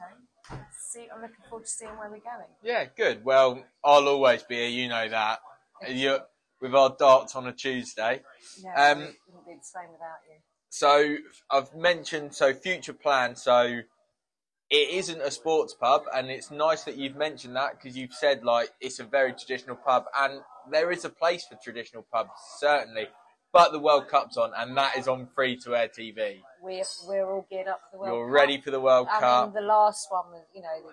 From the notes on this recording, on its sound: live from her pride and joy, The George & Dragon Tarring